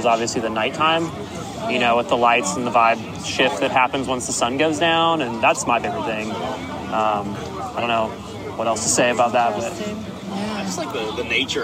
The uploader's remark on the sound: at Summer Camp Music Festival